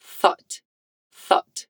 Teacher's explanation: a gente começa com a pontinha da língua entre os dentes para fazer o primeiro som. e termina em ot.